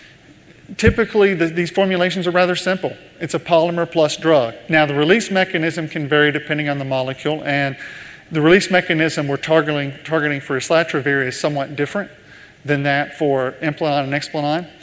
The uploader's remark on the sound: In this leadership keynote, first recorded at the 2019 PODD: Partnership Opportunities in Drug Delivery conference